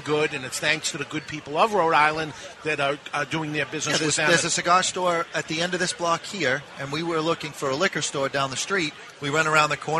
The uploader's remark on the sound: Round 2 of The New England Cigar Expo live in Providence, RI. Invite random guests from the crowd to partake in a friendly game of trivia.